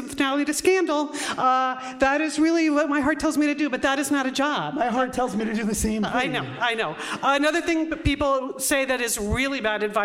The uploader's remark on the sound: For today’s episode, we’re coming to you live from the LA Times Festival of Books.